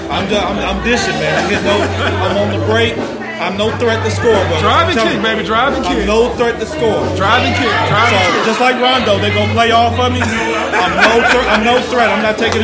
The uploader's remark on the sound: Live at Trolley Night in the South Main District of Downtown Memphis!